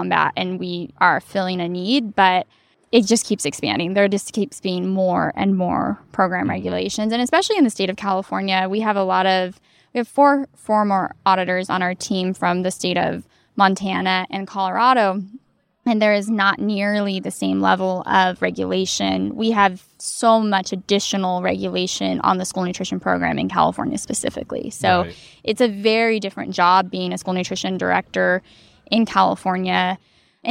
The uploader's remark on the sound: Recorded this episode at the California School Nutrition Conference in Palm Springs. Our initial plan was to be very southern California and record it poolside, but the background music was a bit much, so we just found a quiet spot outside the convention center and had a great talk.